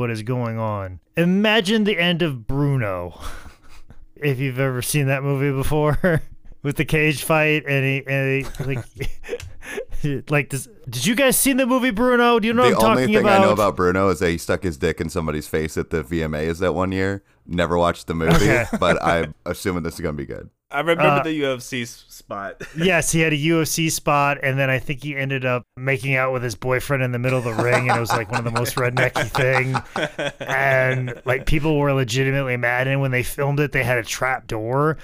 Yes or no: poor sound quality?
no